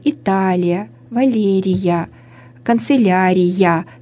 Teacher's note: Канцелярия. То есть в эти заимствованные слова мы вставляем этот йод и тем самым устраняем вот это явление зияния